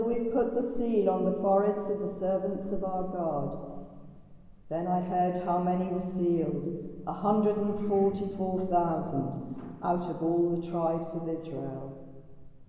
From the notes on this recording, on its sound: Recorded in the Blessed Sacrament Chapel at Buckfast Abbey on 1 November 2023.